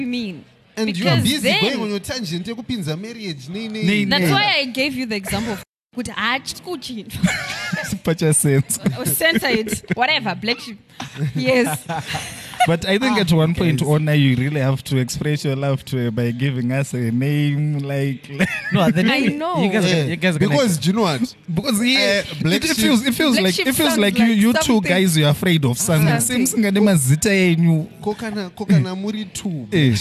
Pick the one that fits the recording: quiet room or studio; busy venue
busy venue